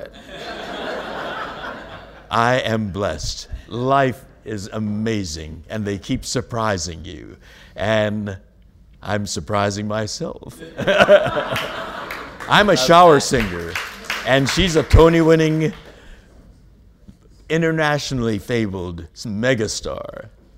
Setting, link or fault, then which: setting, live audience